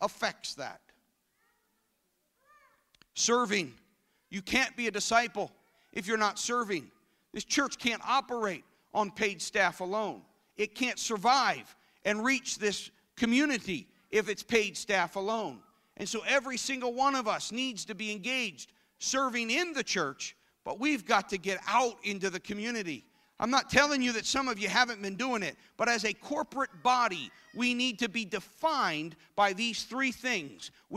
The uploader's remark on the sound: This service was recorded live at Newark United Pentecostal Church on Sunday, January 22nd, 2017.